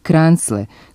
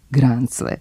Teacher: Drugde, u sredinama koje su bile dalje od nemačkog uticaja, s osjećajem da se bezvučni glas k našao ispred zvučnog sonanta r, došlo je do njegovog ozvučavanja i dobili smo oblik sa glasom g · Shown in: second take